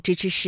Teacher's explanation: 方教育就非常接近我们今天的公立学校了。当时唐王朝不仅在中央设有这种官学，然后在地方呢，也这个州府县也设立有它的官方的机构。但是你入学呢，不能随便入学的，是根据你父母还有你自己的这个身份决定的。最上的呢是国子学，然后是太学，然后是四门学。好，相关的故事呢，我们先听到这里。那说到这儿啊，我们再来巩固一下有关于今天的语音知识点，知吃诗、滋思思以及鸡栖栖的一个分辨哈。首先呢，我们说这个知吃诗啊，它是翘舌音，那滋思思呢是平舌音，舌面音呢是鸡栖栖，这是他们三个的一个最大的区分。那从发音的角度来说呢，我们读知吃诗啊，这个舌尖呢是要接触或者是接近硬腭的前端的